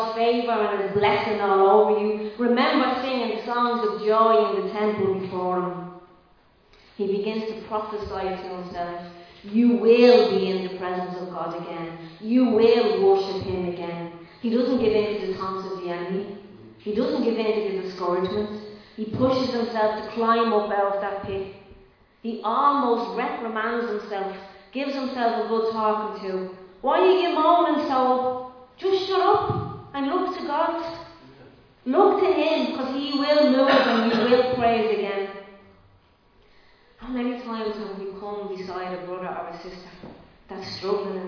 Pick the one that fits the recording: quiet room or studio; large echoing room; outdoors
large echoing room